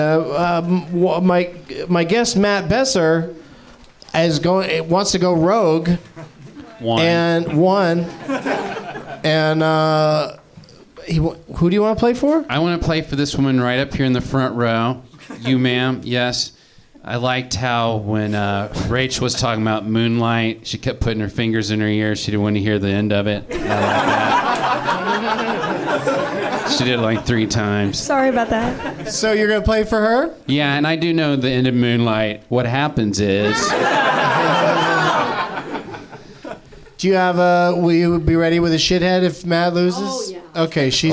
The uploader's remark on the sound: Live from the NerdMelt Showroom in LA